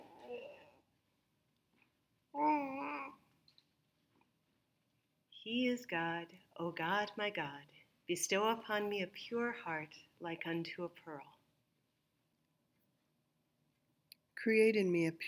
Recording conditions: sounds in the background